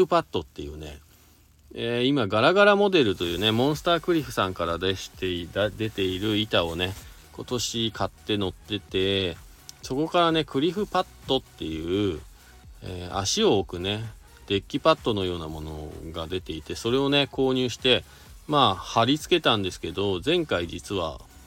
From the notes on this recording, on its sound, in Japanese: 本日、白馬八方スキー場からの白馬４７スキー場で滑り終了後 車の中から。